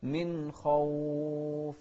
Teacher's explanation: شوف الواو هني لازم تطلع من الجوف، ما نقول من خوف، لا، من خوف، ما نطلع من الخيشوم، من خوف.